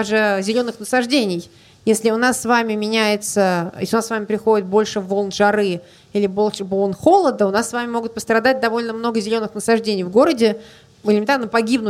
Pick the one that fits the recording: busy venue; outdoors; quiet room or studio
busy venue